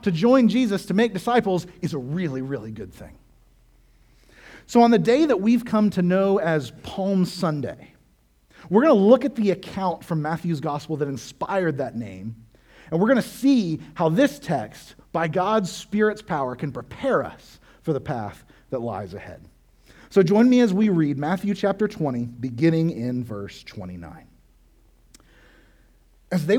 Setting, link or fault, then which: setting, large echoing room